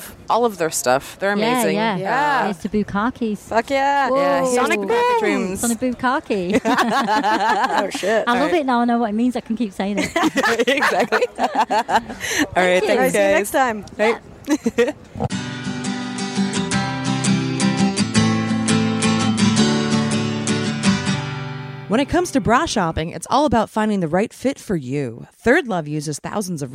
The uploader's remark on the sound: Live from Warped Tour!